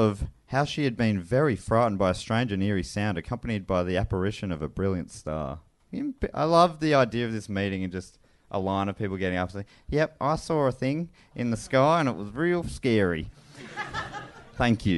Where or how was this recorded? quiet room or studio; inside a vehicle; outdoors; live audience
live audience